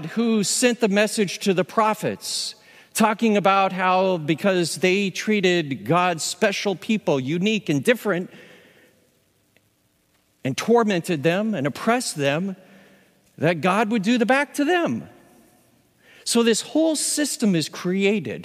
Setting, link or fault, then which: setting, live audience